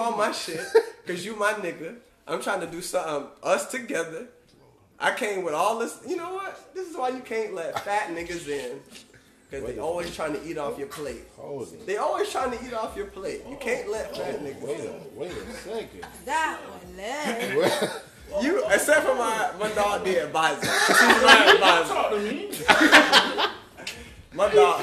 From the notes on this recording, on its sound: LIVE from 1699 with a FULL HOUSE!